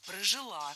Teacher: Правильный вариант ударения – прожила. Ударяем последний слог. Окончание. Кстати, в подобных сложных глаголах женского рода чаще всего ударение падает именно на окончание.